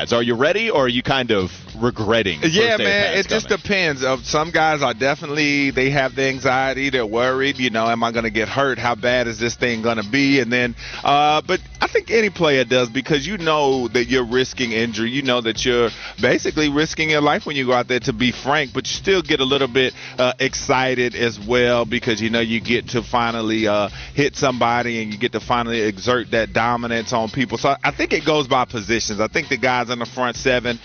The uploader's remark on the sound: Get off the bus live from Panthers training camp.